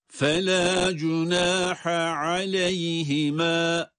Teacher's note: Şimdi ha'yı okuduktan sonra ayın okumak için bir yer değişikliği yapıyoruz boğazda. Bunu tekrar okuyorum.